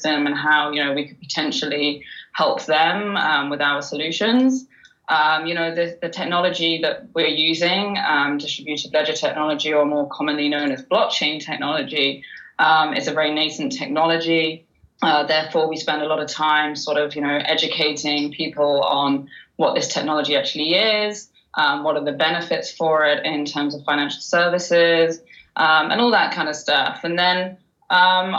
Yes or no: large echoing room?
no